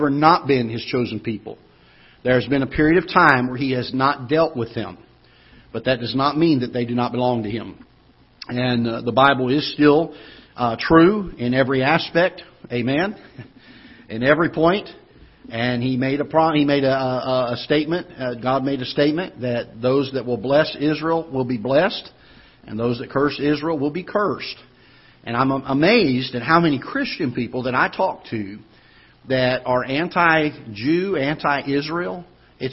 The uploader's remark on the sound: Ketha Heights Baptist Church ~ Live Broadcast